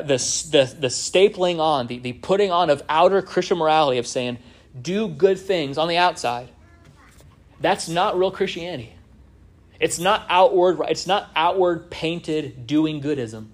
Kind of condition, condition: setting, large echoing room